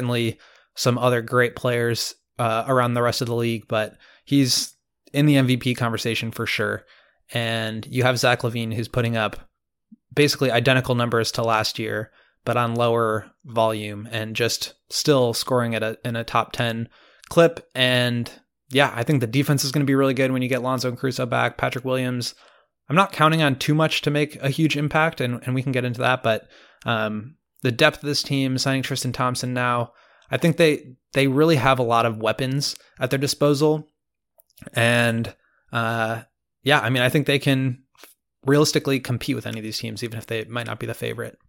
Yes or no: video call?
no